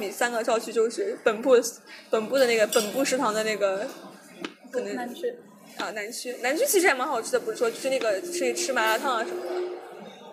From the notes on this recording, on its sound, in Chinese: 在外滩谈复旦（多背景噪音）。所以这起节目就顺势在外滩的一家咖啡馆里面录音啦。